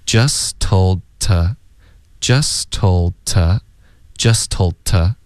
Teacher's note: was just 的特省略， told 的也省略， just told to 我们弱读为 to